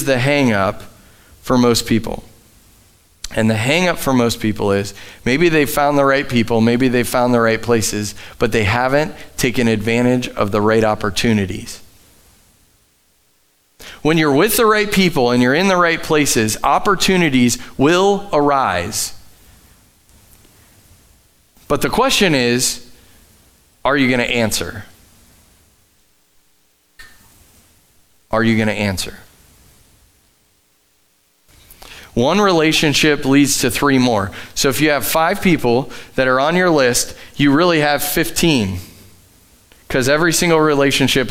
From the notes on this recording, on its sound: Sunday Morning at The Summit Dover. Live from The Summit Church in Dover, OH.